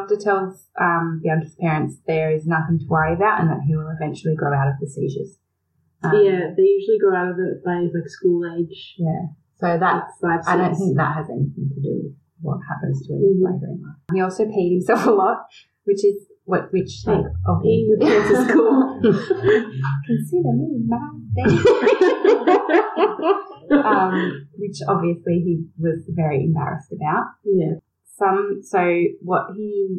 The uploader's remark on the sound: We apologise for any poor sound quality in this episode, we tried to clean it up!!